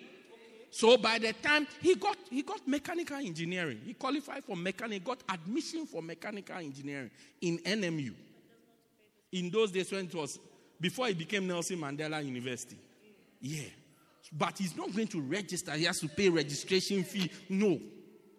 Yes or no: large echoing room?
yes